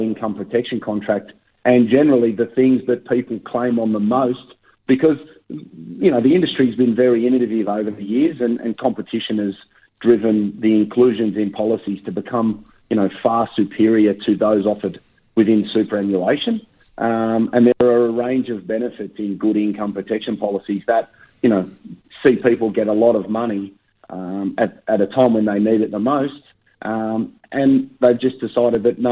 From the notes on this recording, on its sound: Covid lockdown extends in many parts of Australia, including the ACT. Can’t be in the studio again this week. Over the phone.